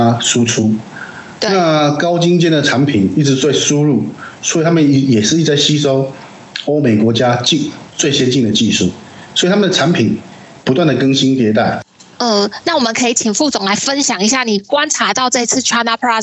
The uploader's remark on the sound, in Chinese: 本集為遠端連線錄製，收音品質有所影響。